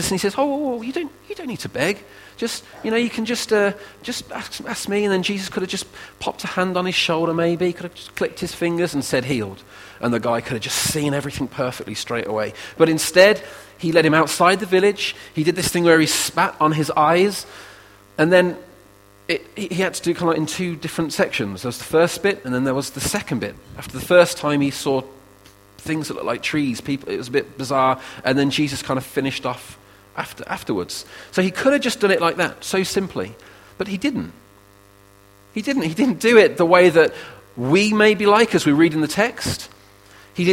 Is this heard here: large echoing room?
yes